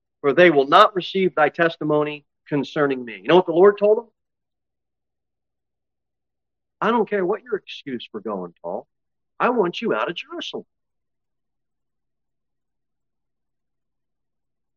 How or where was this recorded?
large echoing room